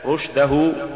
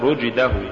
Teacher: لولا رخاوة الشين وهمسها لصارت جيما · Shown in: first take